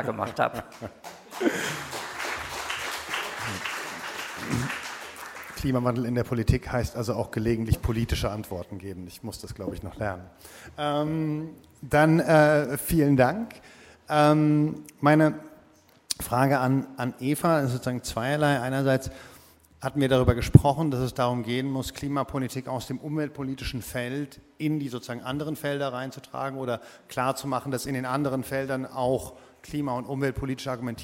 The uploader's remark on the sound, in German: Erstes Panel der Konferenz «Auf der Flucht vor humanitären Krisen» vom 3. Berlin.